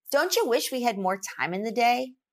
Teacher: In connected speech, we say don't ya.